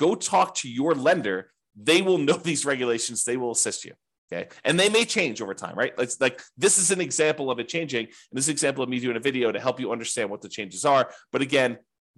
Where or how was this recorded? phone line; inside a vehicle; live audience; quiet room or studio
quiet room or studio